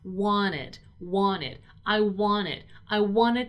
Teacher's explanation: wanted is one of those verbs in which the ED is very stressed. It's strongly pronounced. Wanted, wanted, I wanted, I wanted to, I wanted to talk to you.